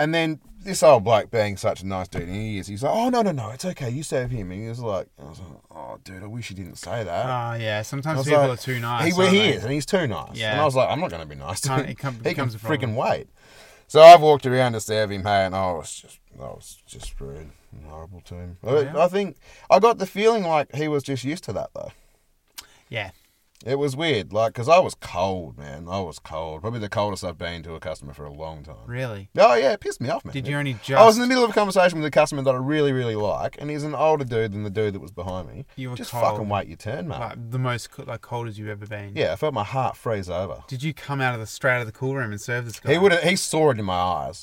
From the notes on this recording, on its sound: We recorded this episode in the car studio.